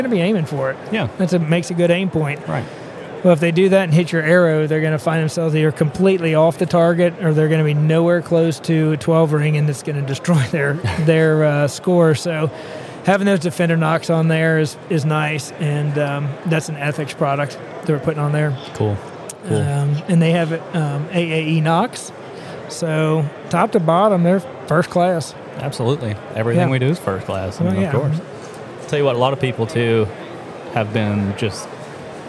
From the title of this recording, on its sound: Live From The Great American Outdoor Show